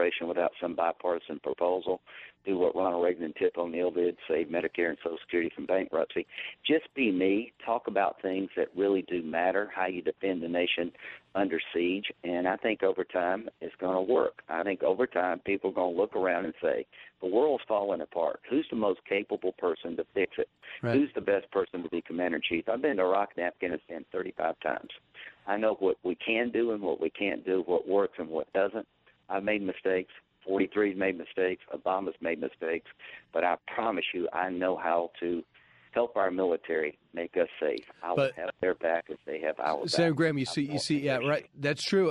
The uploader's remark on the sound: During a phone interview